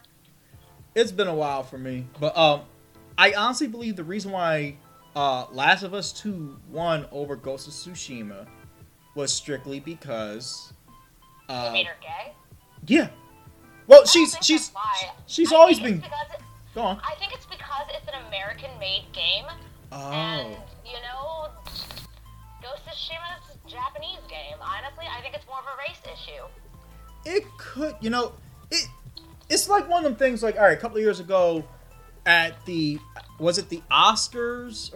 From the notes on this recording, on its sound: Despite some technical difficulties